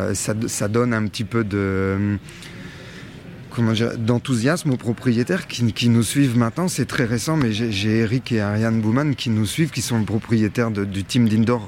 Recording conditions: busy venue